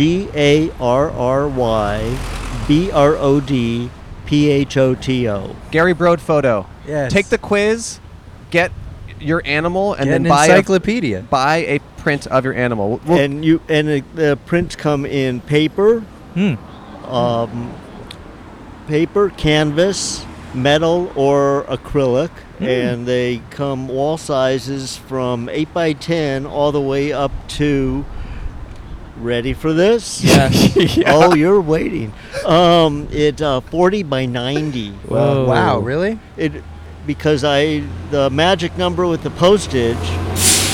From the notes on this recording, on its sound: Outside a Bougie Grocery Store. In front of Erewhon in Santa Monica, California.